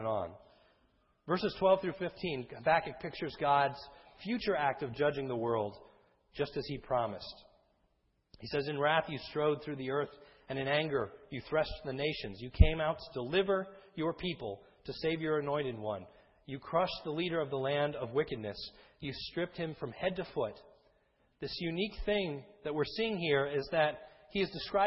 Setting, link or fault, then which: setting, large echoing room